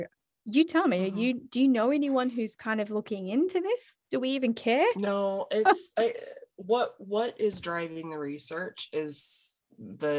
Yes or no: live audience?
no